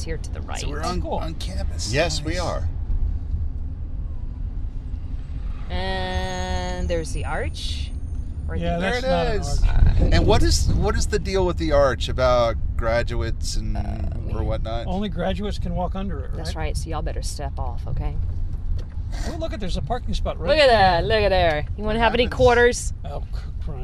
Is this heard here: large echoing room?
no